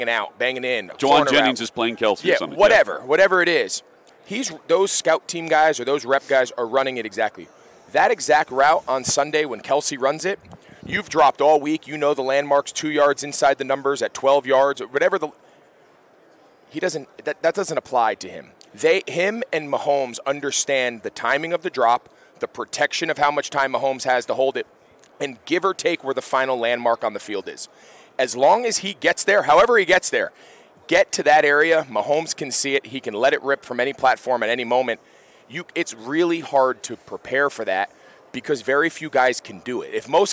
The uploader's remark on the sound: Live in Las Vegas. Live from Radio Row.